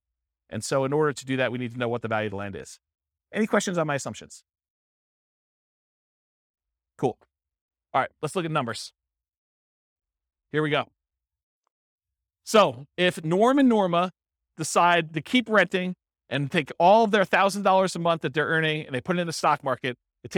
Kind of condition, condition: setting, live audience